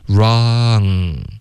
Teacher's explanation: 要注意 ra 开头的 r 不要带任何鼻音